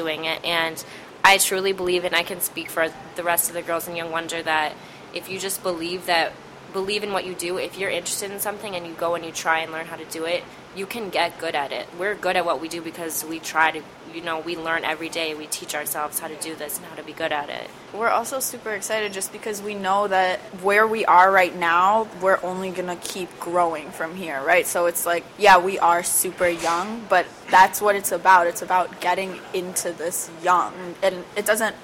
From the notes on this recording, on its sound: In an interview recorded at a local cafe.